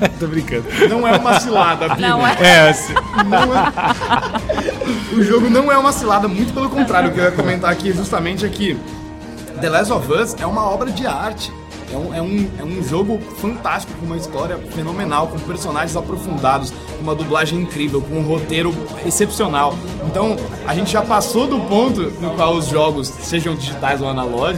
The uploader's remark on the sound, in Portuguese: Ao vivo do Balde Galático